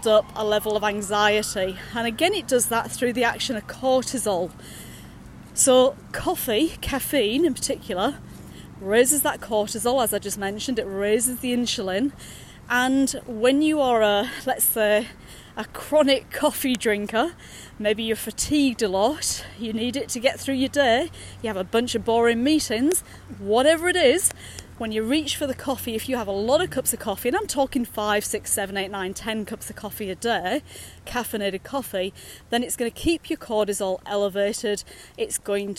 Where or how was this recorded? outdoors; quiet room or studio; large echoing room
outdoors